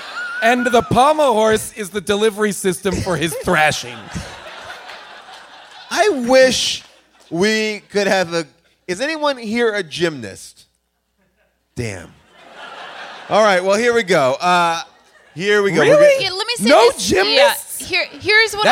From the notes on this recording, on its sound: Recorded live at Largo in Los Angeles.